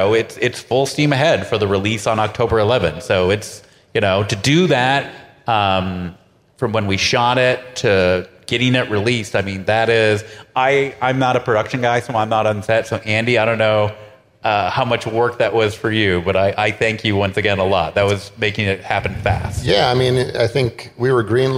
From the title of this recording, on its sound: LIVE FROM MIDSUMMER SCREAM 2022